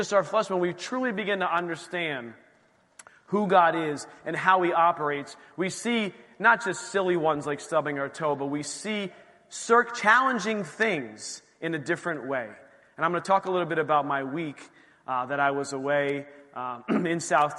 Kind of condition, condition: setting, large echoing room